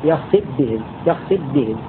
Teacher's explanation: الكساء يقرأ بإضغام الفاء في الباء